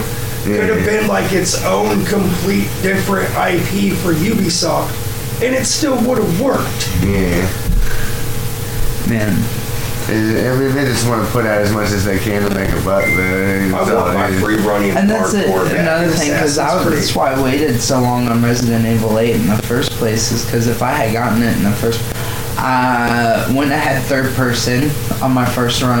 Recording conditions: poor sound quality